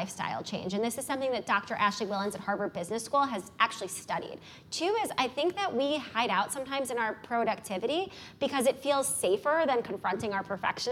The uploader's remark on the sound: In this LIVE podcast recording, the audience listens